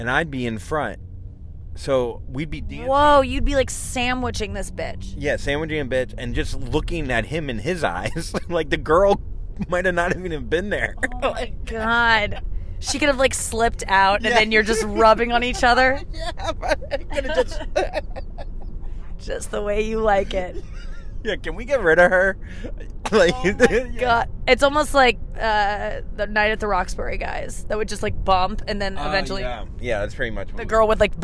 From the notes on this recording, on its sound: In the car on the way to their gig at the Stress Factory in NJ. Back in the car.